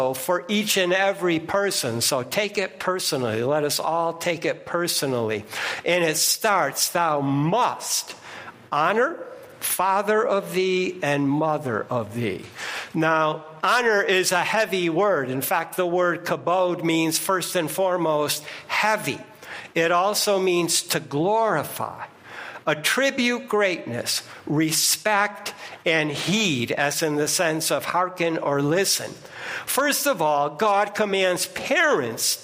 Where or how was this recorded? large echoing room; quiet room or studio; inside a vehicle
large echoing room